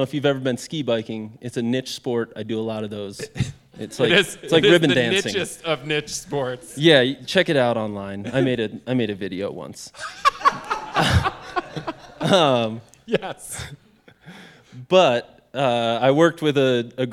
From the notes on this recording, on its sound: In April, we recorded a live show at the 5Point Adventure Film Festival in Carbondale, Colorado.